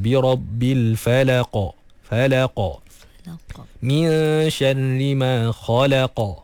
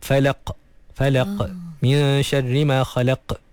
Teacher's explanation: Jadi bila kita waqaf dia akan ada satu sifat yang kita panggil qalqalah, dan qalqalah ni bila di akhir kalimah, di akhir bacaan kita waqafkan, maka dia dipanggil qalqalah kubra, qalqalah yang besar, yang jelas, yang terang · Shown in: first take · berbanding qalqalah sughra.